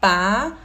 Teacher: E com relação à sílaba tônica, ela é uma palavra paroxítona, porque a sílaba tônica é a penúltima, é o patri, esse tri que é a sílaba tônica